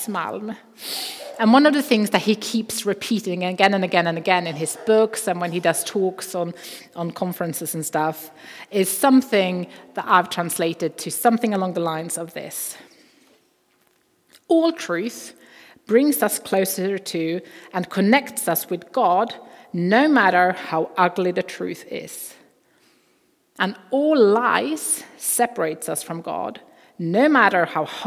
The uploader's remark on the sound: Recording from Immanuelskyrkan Skövde.